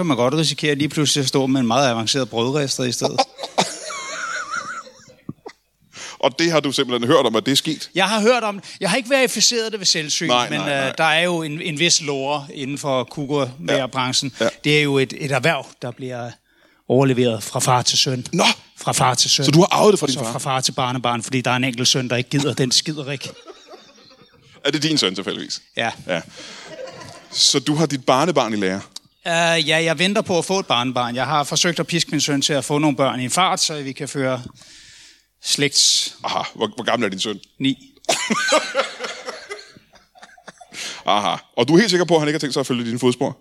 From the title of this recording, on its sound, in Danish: LIVE fra Middelfart